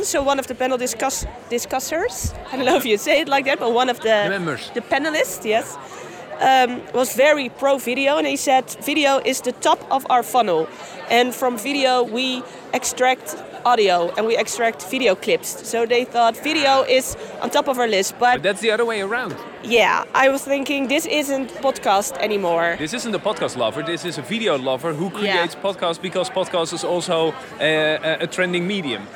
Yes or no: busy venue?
yes